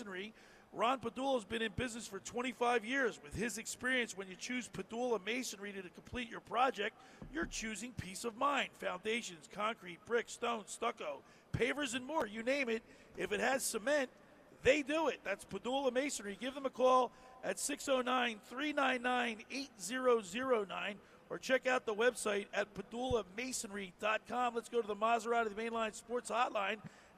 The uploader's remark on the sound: The Locker Room broadcasts Live from the Pool at Harrah's for the NFL Sunday Splash. NFL Sunday Splash show live from the Pool at Harrah's in AC.